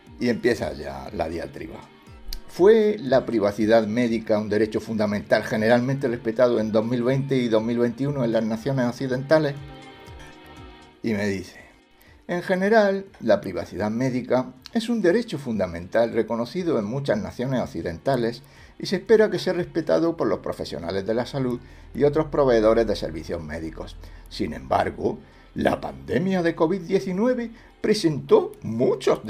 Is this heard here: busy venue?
no